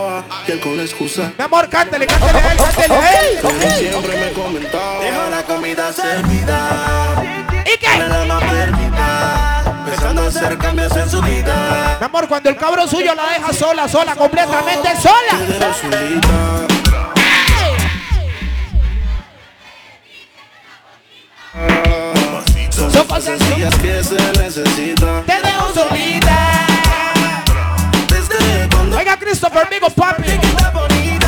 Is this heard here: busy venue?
yes